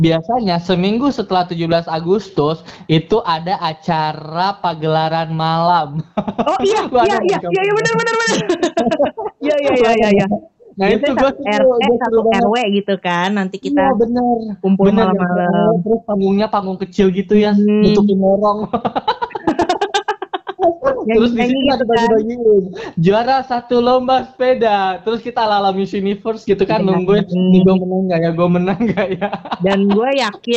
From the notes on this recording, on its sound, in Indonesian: podcast kali ini direkam secara virtual loh